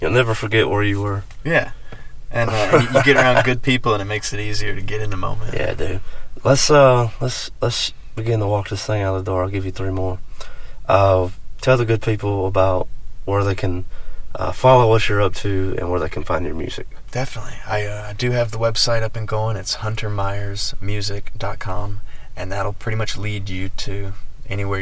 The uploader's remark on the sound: This episode was recorded in a car in the parking lot of Munson & Brothers.